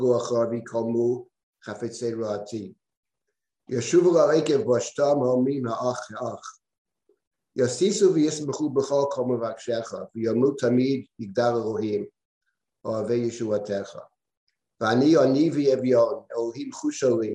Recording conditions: video call